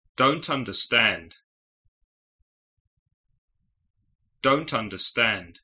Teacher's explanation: Los sonidos t y a se juntan así de forma que parecen una sola palabra.